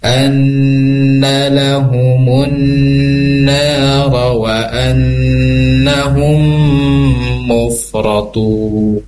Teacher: Jadi cara pembacanya harus diratakan, digunnahkan tiga harokat. · Term: gunnahnya